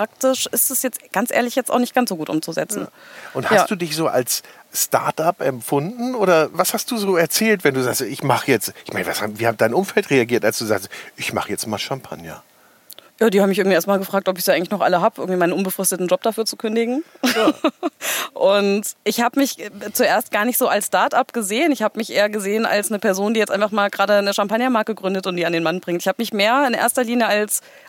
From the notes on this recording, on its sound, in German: Das Gespräch wurde im September 2020 im Rahmen der aware_Conference für Nachhaltigkeit aufgenommen.